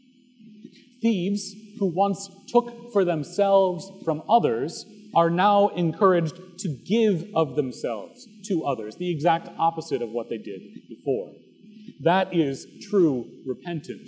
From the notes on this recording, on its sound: Recorded October 8, 2017 at Trinity Presbyterian Church in Bixby, Okla.